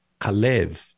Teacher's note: the accent on the second syllable